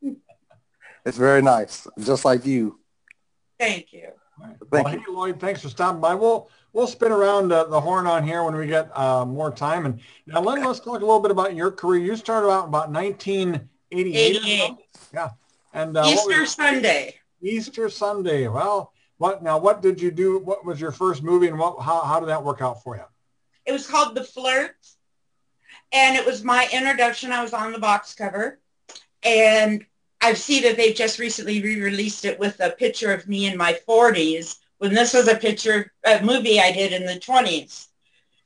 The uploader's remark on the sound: During the height of the Covid Pandemic from her home in South Dakota! She embraced the Zoom idea and we are glad she did. The crowd was standing room only and included family members, fans, NEW participants to the show and other legends.